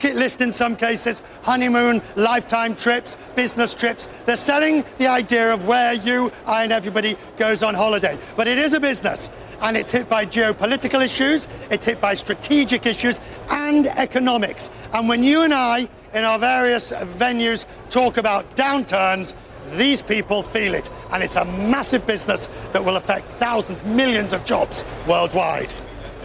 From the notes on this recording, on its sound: live from the New York Stock Exchange